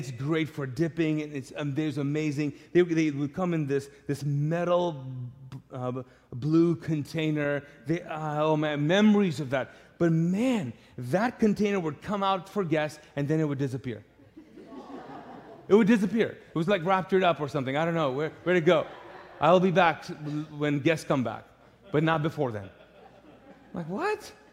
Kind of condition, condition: setting, large echoing room